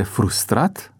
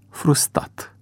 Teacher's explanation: Distinsul academician aprecia că, deoarece repetarea unui sunet în același cuvânt poate jena pe vorbitori, leacul pe care îl găsesc aceștia este eliminarea sunetului repetat, pronunțând astfel consoana o singură dată · Shown in: second take